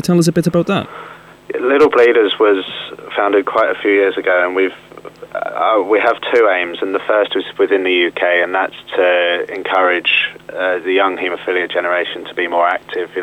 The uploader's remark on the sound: joined us on the line